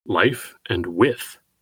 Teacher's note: Both the F sound of life and the TH sound of with are voiceless fricatives.